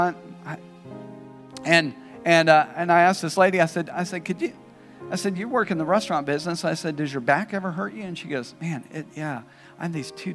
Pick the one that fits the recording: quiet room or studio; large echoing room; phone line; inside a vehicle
large echoing room